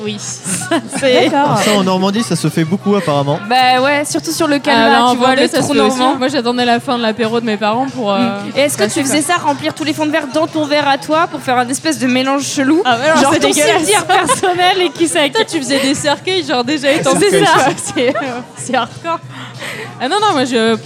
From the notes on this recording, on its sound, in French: épisode enregistré au Café sans nom (Paris 20e)